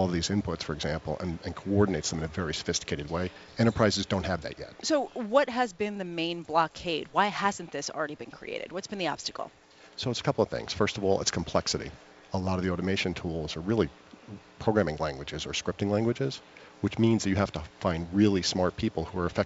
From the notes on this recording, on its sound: Live from the 2017 Red Hat Summit in Boston.